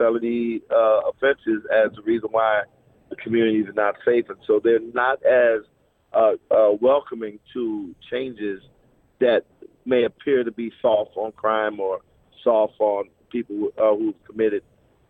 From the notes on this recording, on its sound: we spoke by phone